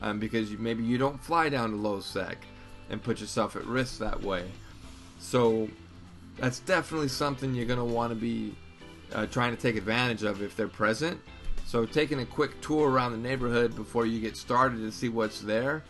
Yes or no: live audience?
no